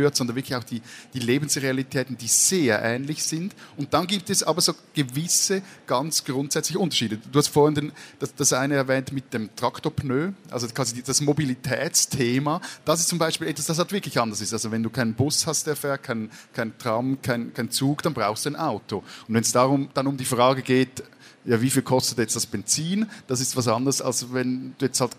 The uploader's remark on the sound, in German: Beim Livepodcast auf der Buchmesse Wien